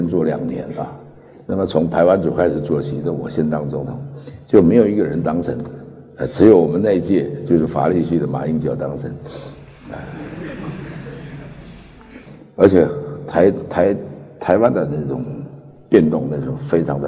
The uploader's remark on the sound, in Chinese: 一席现场